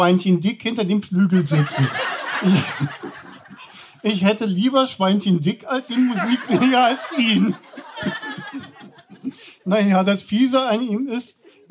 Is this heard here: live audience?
yes